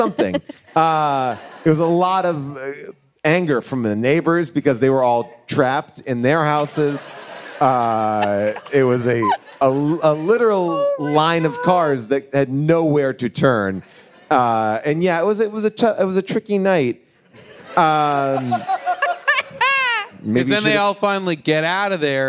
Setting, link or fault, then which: setting, live audience